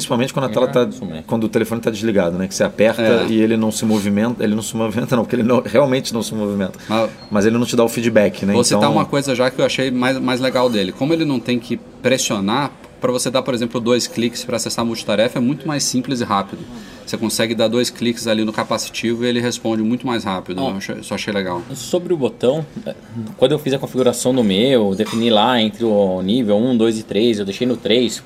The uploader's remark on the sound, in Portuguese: Em um podcast especial gravado no aeroporto de Munique (Alemanha).